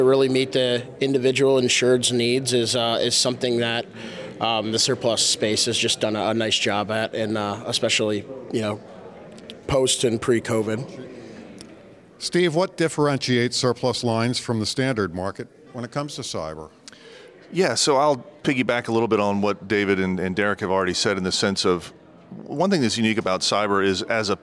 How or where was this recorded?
live audience